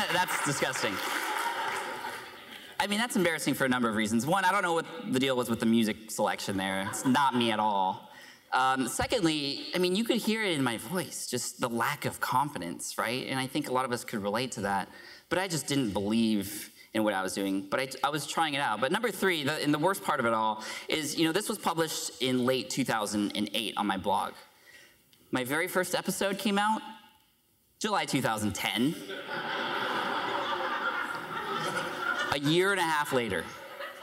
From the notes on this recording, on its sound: Podcast Movement 2015 Opening Keynote.